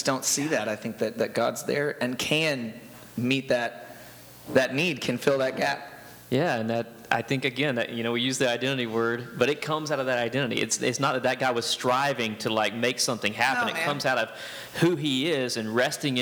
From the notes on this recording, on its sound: This was recorded before a live audience.